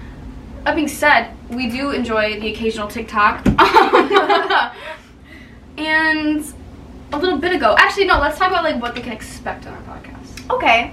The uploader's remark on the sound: we know the audio sounds horrible.